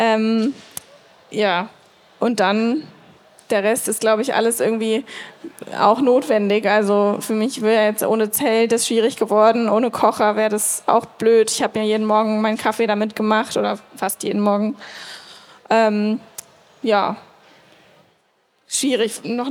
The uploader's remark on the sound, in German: Live Podcast auf der Eurobike 2023. Live auf der Bike Travel Stage der EUROBIKE 2023.